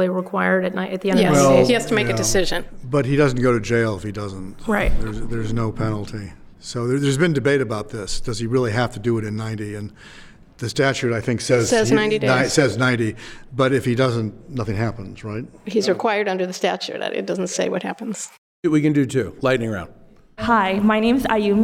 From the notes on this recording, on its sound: Record in front of a live audience of members from the LGBT Professionals in International Trade (GATT) and the Association of Women in International Trade (WIIT).